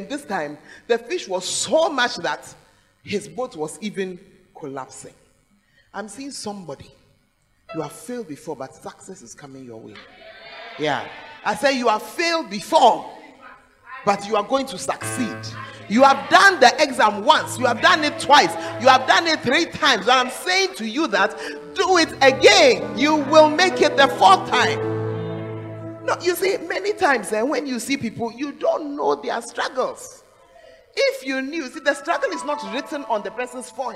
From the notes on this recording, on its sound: Preached At The Fountain Of Life Cathedral